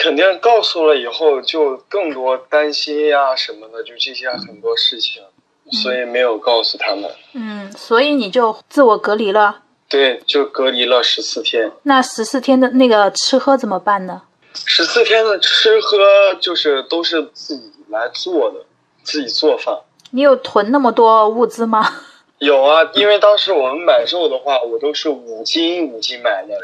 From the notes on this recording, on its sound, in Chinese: 本期【扩音器】通过电话录音完成的，音频质量可能稍微欠缺，尽请谅解。